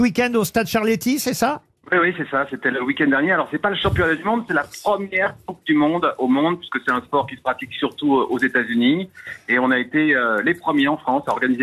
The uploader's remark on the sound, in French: LE COUP DE FIL DU JOUR. Les Grosses Têtes ont eu au téléphone.